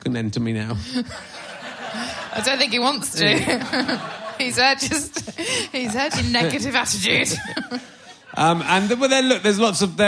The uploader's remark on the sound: It’s another live Book Club, this time recorded at the Leicester Square Theatre.